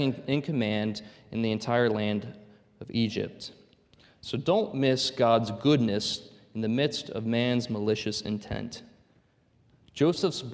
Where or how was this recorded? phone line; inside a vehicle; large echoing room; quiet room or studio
large echoing room